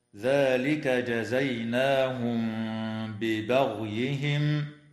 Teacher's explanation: الميم الساكنة في كلمة جزيناهم جاءت قبل حرف الباء، فحكمها الإخفاء الشفوي مع الغنة